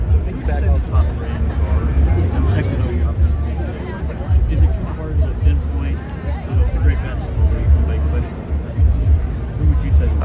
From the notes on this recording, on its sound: At the podium during Big 12 Media Days, he was asked some questions from national media about his conference.